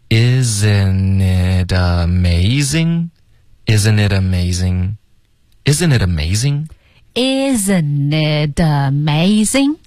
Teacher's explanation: Isn't it 的 it 呢会跟 amazing 的啊连读，然后同时 it 的这个特会浊化成一个的的音，所以变成 itamazing，这三个字连起来就发 isn't itamazing， isn't itamazing， isn't itamazing， isn't itamazing， Isn't it amazing?